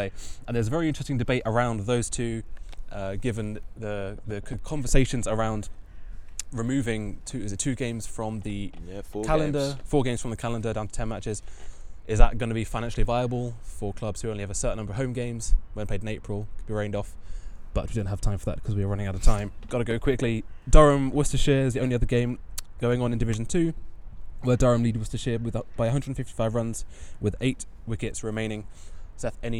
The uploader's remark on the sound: Live from The Oval